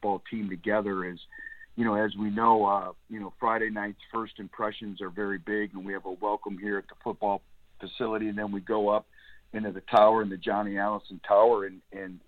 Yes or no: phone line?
yes